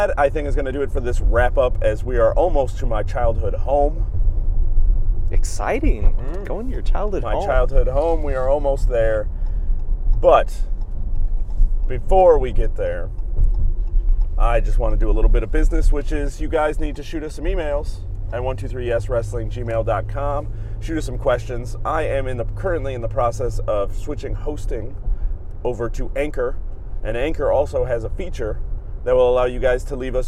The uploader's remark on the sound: We were there live and here's our recap and reactions right after the event. Apologies for the audio as we were in a car.